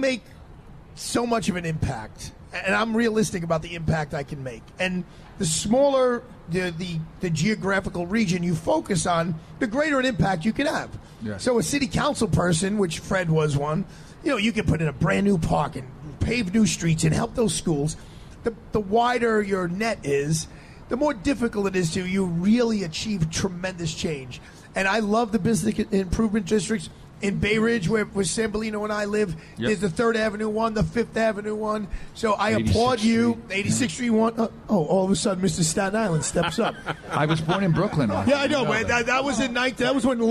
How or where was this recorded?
outdoors